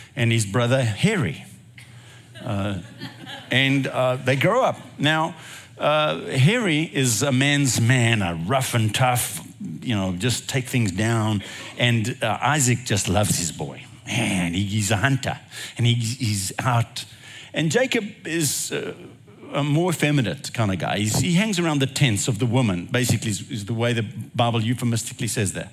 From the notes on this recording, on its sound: recorded at Northlands Church on June 18, 2023